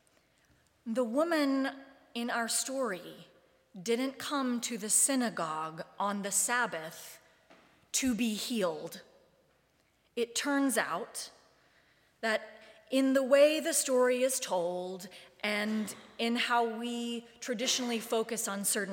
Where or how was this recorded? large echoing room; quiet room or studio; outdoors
large echoing room